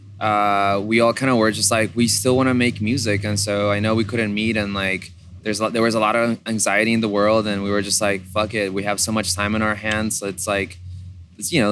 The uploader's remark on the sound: The interview was recorded at the first Primavera LA.